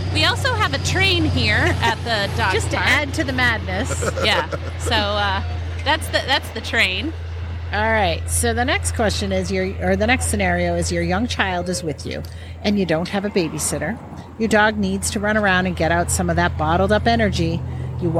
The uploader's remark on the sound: Today we recorded at the Dog Park!